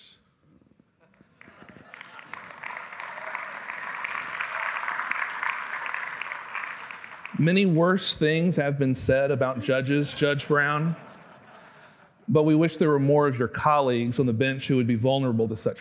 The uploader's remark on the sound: delivered an evening plenary address as part of Acton University 2018